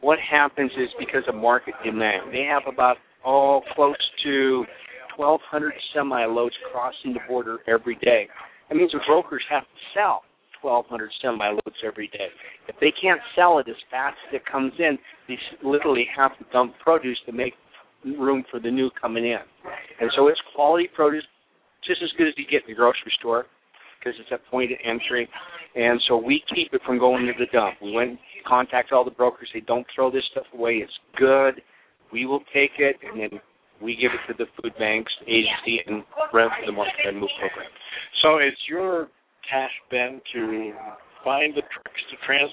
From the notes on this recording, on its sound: We will be broadcasting live from the Valley View Community Food Bank Grand Opening celebration. The food bank is located at 107th Avenue and W.